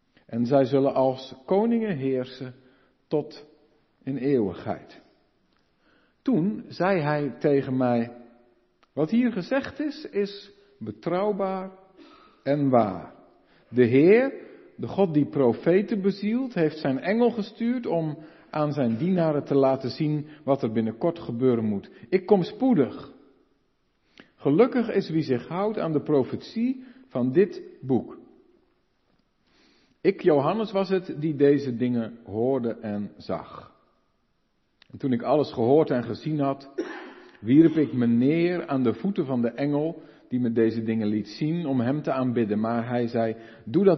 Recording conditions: large echoing room